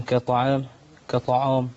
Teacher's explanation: حرف الألف مرقق والحرف الطاء مفخم